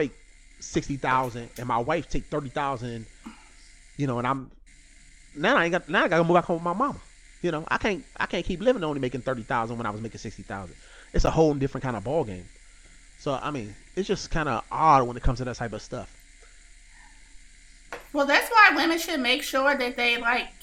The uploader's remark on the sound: Forgive the slight buzz, some small audio issues